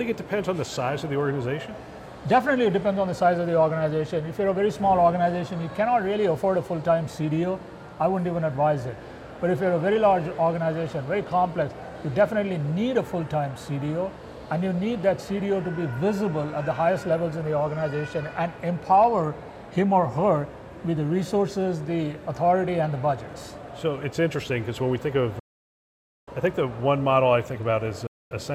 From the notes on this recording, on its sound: live from CHIME’s Fall Forum